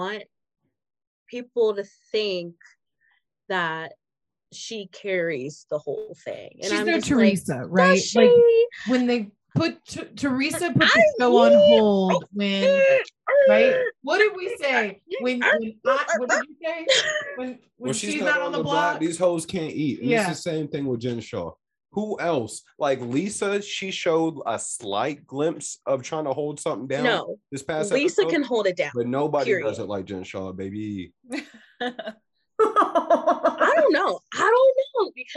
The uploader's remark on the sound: in the BMB Zoom Room